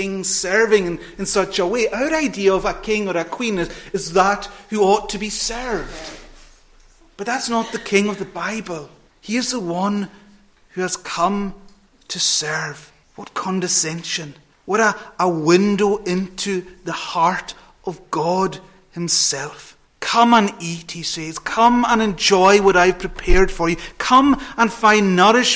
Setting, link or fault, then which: setting, large echoing room